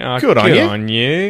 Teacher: That rising intonation has that sarcastic question mark of, I'm lying here.